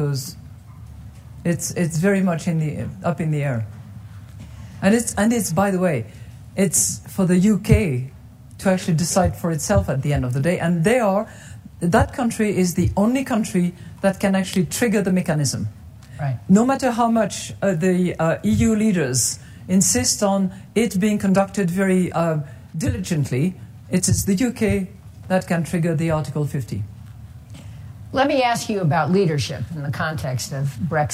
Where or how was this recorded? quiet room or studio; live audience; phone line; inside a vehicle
live audience